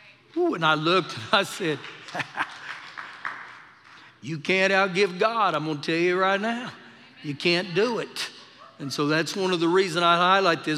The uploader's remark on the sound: Recorded live during our Wednesday night service